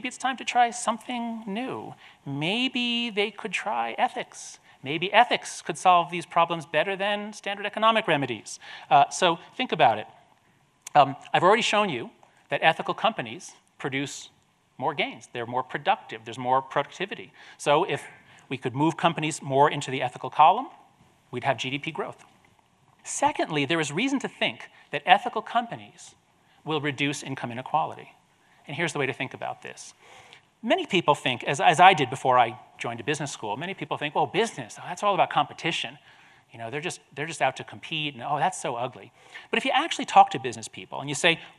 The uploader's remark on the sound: This episode features his lecture at the Aspen Ideas Festival.